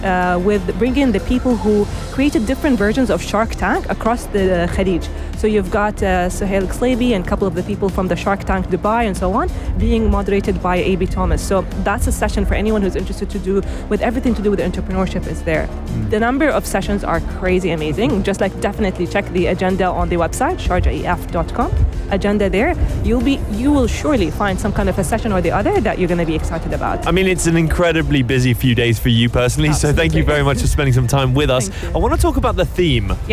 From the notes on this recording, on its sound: Live from SEF 2024.